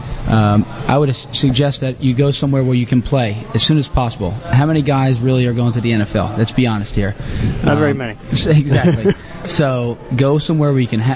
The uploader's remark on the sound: The one-hour interview from Anthony’s At Paxon